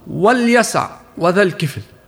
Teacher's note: همزتها همزة وصل، فتسقط وصلا